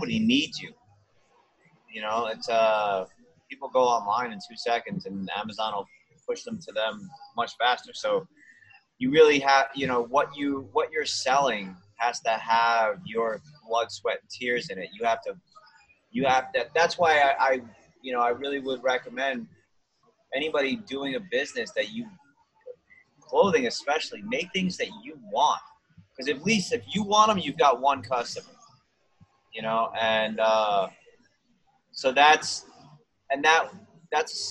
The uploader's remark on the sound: Recently talked with the founders of Jane Motorcycles on Zoom.